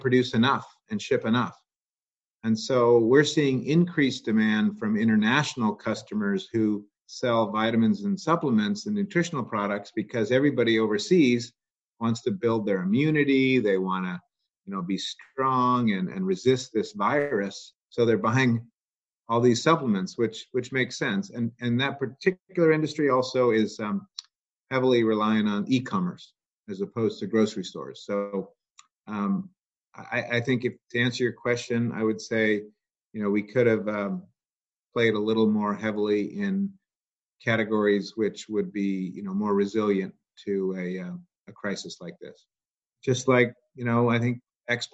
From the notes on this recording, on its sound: To maintain social distancing, this interview was recorded via the web.